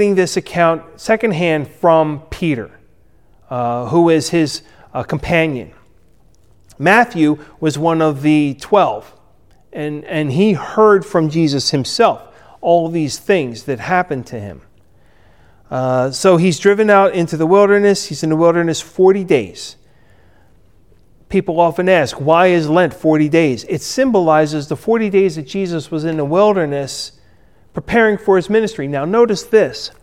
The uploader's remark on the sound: Recorded at Ebenezer UMC on February 21, 2021